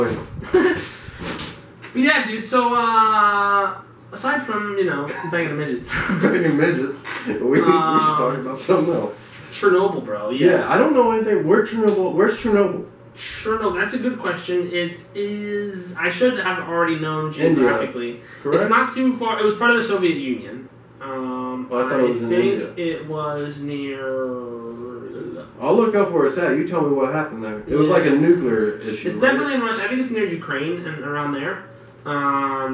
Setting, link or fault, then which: fault, poor sound quality